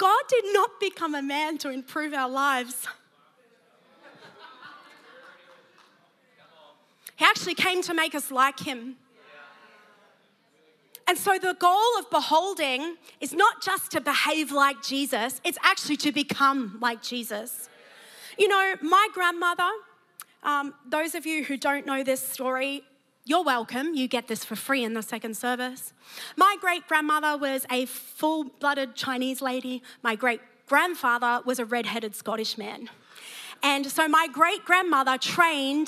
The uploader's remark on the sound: preached at Neuma Church Melbourne City Location